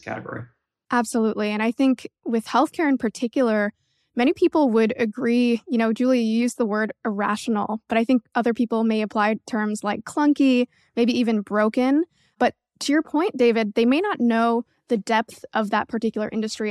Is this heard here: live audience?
no